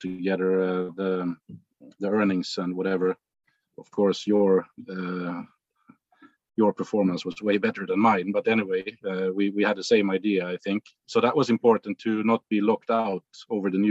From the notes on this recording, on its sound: This is a special episode of a recording of a recent discussion that occurred within the Chat With Traders Community on a Zoom call.